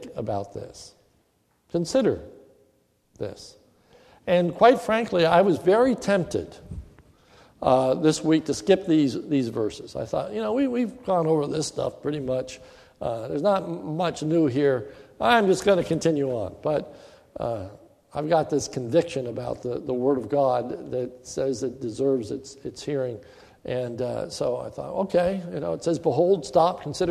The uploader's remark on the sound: This is a sermon recorded at the Lebanon Bible Fellowship Church in Lebanon, PA on 10/11/2015 in the morning service